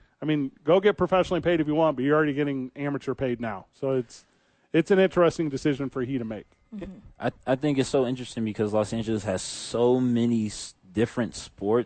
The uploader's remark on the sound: live from the Albuquerque Dukes Store